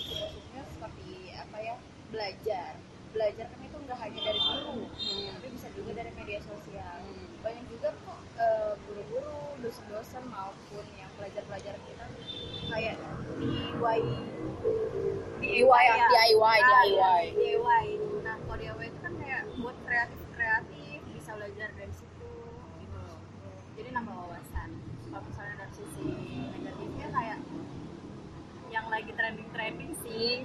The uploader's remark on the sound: Sorry for noisy recording.